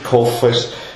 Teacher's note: Gesprochen wird es allerdings ziemlich hart, also wirklich Kof als richtiges K